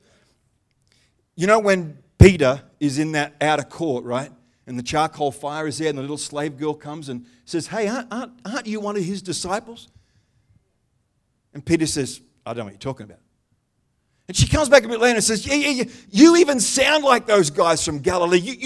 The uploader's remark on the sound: The live stream of Destiny Church Atherton.